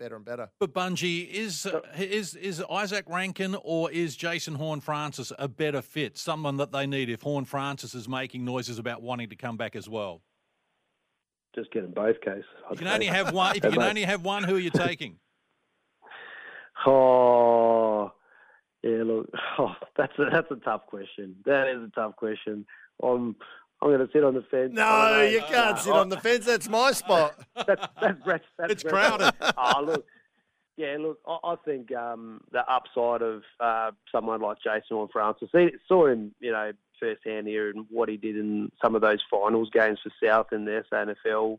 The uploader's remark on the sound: Anchored beautifully from the studio. Coming down the line from home. Phoned to chat. Called in to chat.